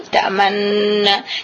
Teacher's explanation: Ta'manna. Jadi diidghamkan yang nun pertama kepada nun yang kedua setelah dimatikan. Idgham kamil bil gunnah, dengan ada gunnahnya.